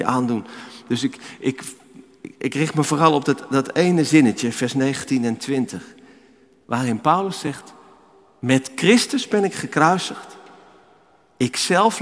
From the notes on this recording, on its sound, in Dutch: Opgenomen in de Noorderkerk te Amsterdam.